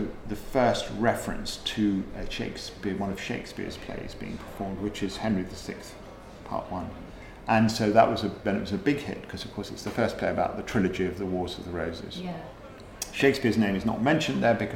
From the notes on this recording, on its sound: We recorded this podcast at The Lord Strange pub. Another one of Prescot’s gems The Lord Strange is a comfy cozy pub.